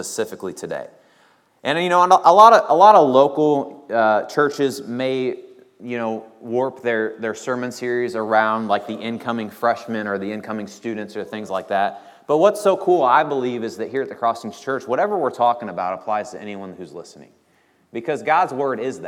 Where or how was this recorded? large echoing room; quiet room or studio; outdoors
large echoing room